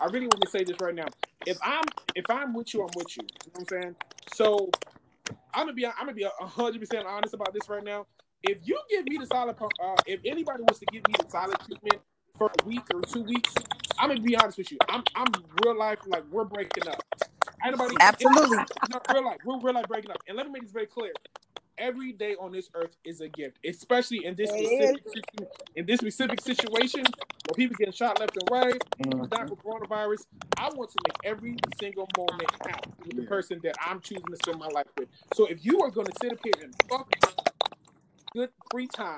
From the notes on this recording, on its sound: Sorry About The Background Noise